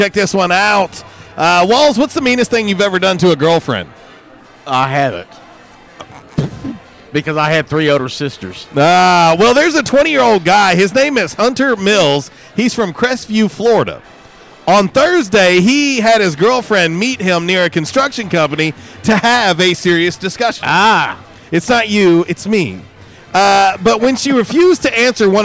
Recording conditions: busy venue